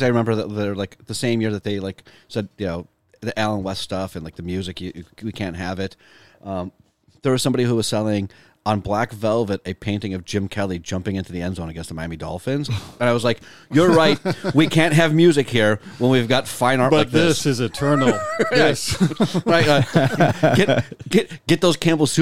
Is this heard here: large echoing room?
no